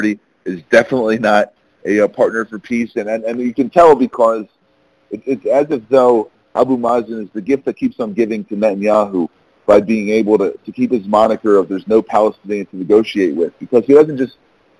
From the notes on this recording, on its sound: briefed the Middle East Forum in a conference call on April 3, 2018.